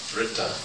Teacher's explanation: It's not even an I in there. It's a kind of R which is vocalized.